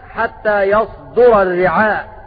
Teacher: بفتح الياء وضم الدال في قوله تعالى يصدر الرعاء، وقرأ باقي القراء يصدر بضم الياء